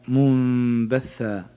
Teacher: نون ساكنة بعدها باء وهو حرف الإقلاب، يقلب ميم مع الغنة